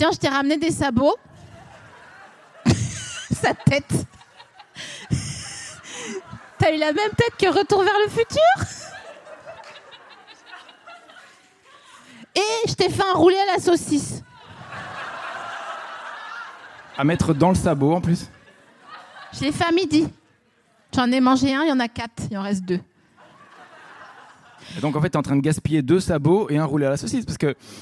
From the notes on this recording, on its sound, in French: enregistré en février 2022 à la Scala Paris